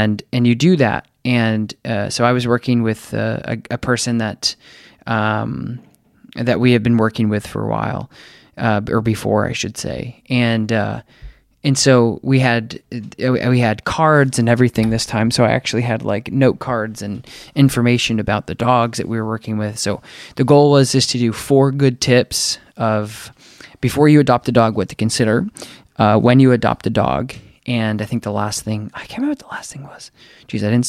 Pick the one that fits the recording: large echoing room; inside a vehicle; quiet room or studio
quiet room or studio